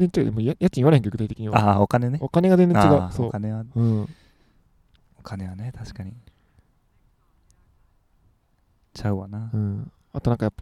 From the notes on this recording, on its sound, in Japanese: 今回は河川敷収録。